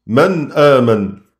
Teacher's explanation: فيه فصل بين صوتي النون والهمزة · Term: الإظهار